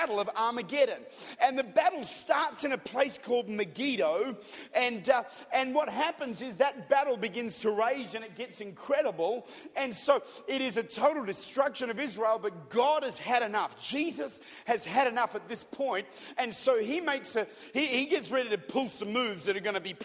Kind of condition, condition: setting, large echoing room